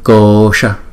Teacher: Chữ O hai nhịp. Cô Sa. Chữ S cong lưỡi lại.